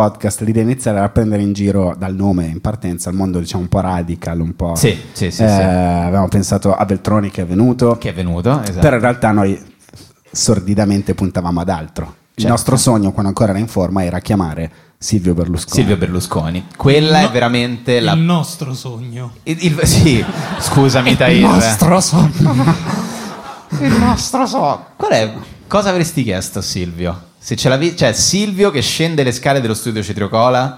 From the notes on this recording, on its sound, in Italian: Ultima puntata di Cachemire Podcast, registrata dal vivo al Monk di Roma.